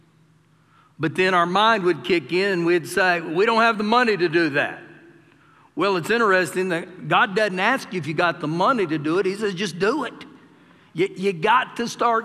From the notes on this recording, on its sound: Recorded live during our Wednesday night service